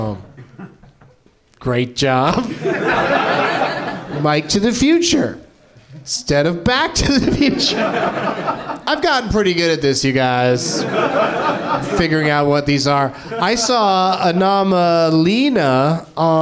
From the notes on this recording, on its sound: Live from the NerdMelt Showroom in LA